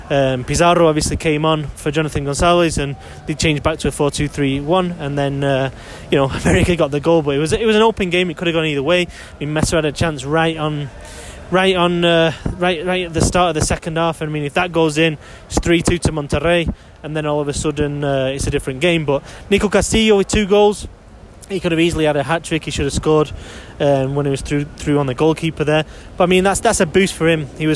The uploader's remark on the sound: from outside the Azteca